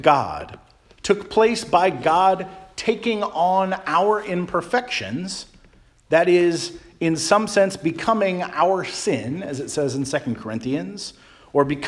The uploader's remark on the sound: Charles Anglican Cathedral, Bremerton, WA.